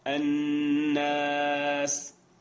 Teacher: إدغام مع غنة لأن أصبح هنا نون مشددة